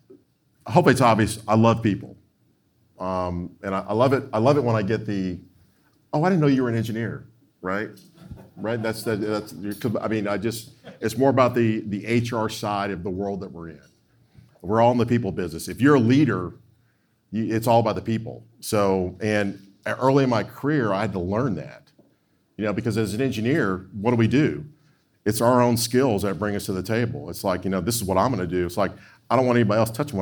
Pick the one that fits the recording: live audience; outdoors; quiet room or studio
live audience